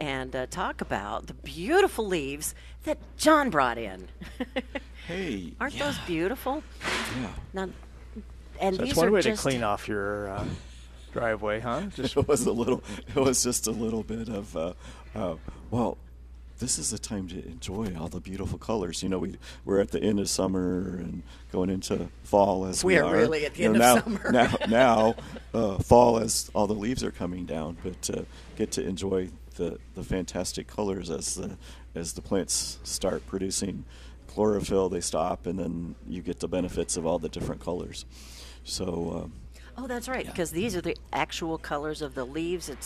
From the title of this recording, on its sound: Plant Experts Live from Prairie Gardens